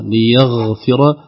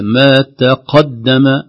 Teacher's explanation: فالغين تخرج لينه رخوه ليغفر، والقاف تخرج شديده ما تقدم